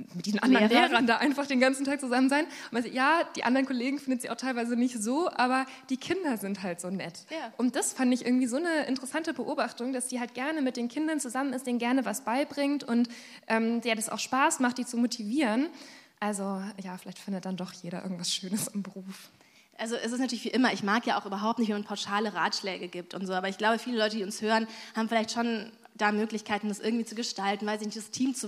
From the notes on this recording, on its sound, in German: Unser erster Live-Podcast aus dem Timberland Studio Berlin!